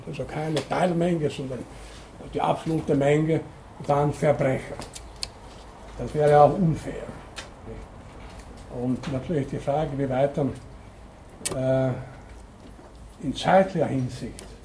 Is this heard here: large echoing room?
yes